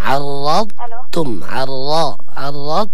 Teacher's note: لابد لنا أن نبين الاستطالة حق الضاد ولا نقلقل الضاد هكذا. عرضتم عرضتم أنتم.